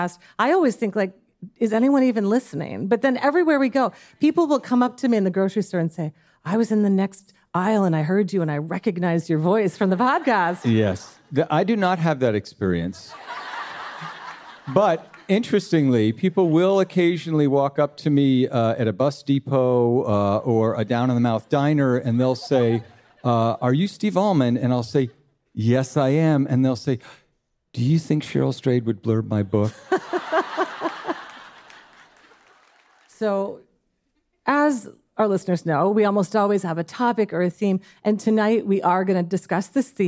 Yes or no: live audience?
yes